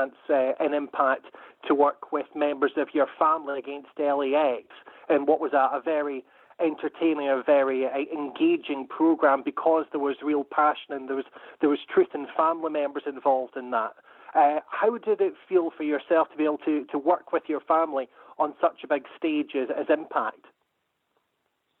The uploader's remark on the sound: the audio from the November 29, 2107 Impact Wrestling Media Call